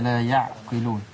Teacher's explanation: وان انا اعمل ساكت اقول ايه لا يعقلون قطع الصوت ما ينفع خالص لان العين عندي حرف متوسط يمشي فيها الصوت فترة زمنية بسيطة. الخطأ الثاني لا يعقلون تفخيم الياء والعين عشان القاف. · Term: العين الساكنة